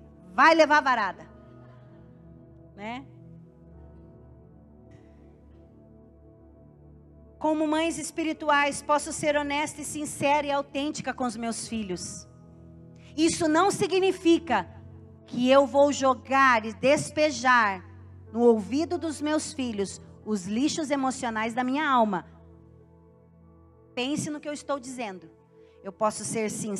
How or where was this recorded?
large echoing room